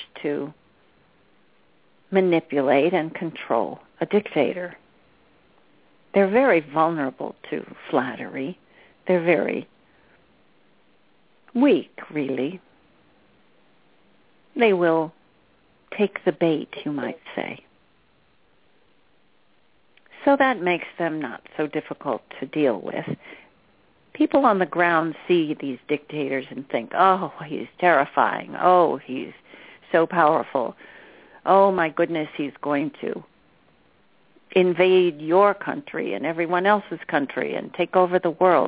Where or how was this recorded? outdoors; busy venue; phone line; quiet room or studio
phone line